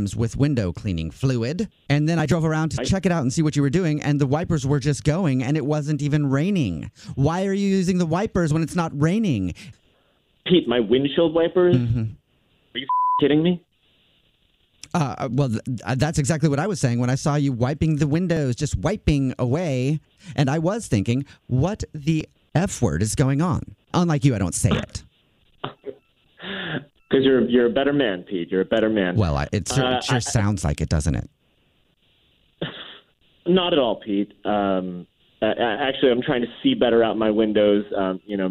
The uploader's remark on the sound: Calls one of those 'How's My Driving' Numbers!